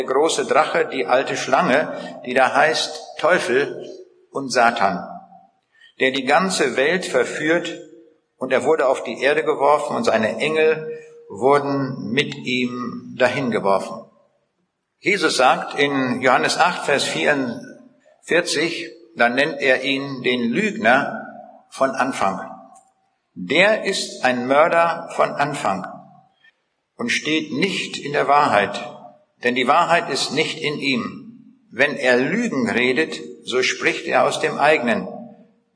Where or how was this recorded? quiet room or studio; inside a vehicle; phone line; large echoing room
large echoing room